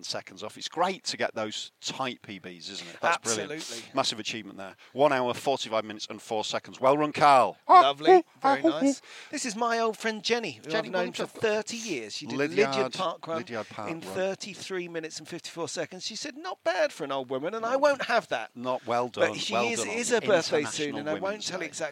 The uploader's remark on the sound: take their new recorders for a freezing cold, snowy trot round Hampstead Heath, featuring little birds singing and small dogs yapping